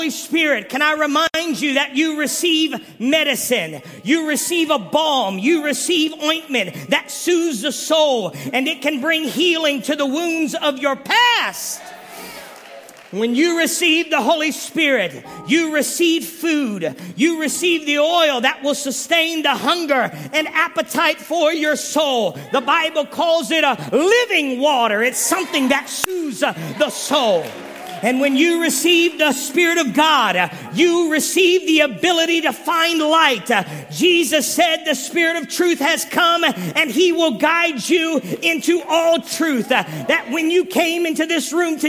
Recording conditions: large echoing room